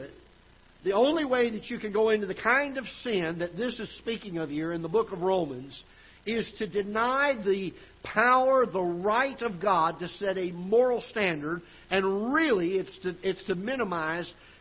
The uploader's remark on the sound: Ketha Heights Baptist Church ~ Live Broadcast